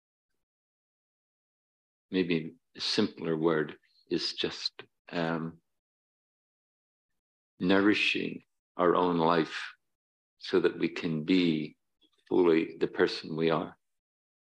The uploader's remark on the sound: Dharma talk at City Center. In this talk from Beginner's Mind Temple.